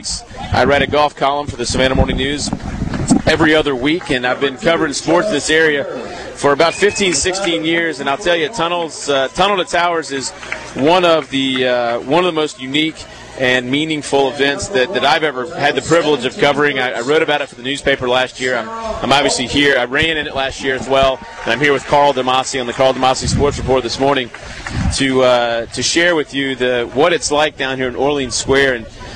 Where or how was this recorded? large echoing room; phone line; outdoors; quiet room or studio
outdoors